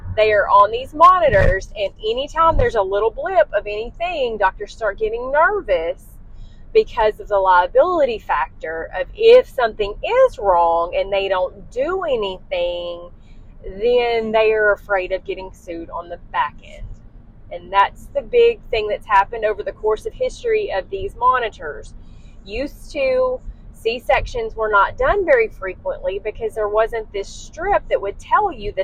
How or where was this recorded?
inside a vehicle